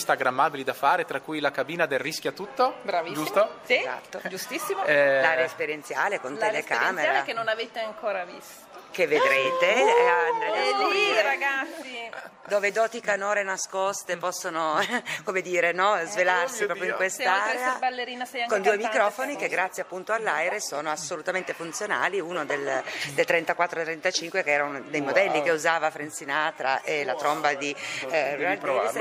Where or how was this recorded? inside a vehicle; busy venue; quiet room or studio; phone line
busy venue